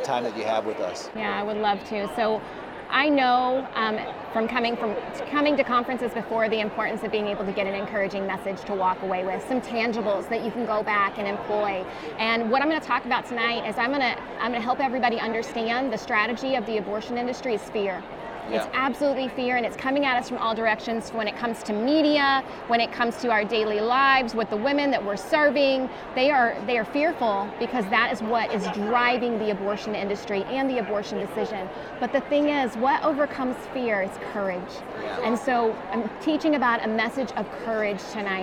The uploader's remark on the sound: This special episode of CareCast was recorded live at Care Net's 2023 National Conference in Mobile, Alabama.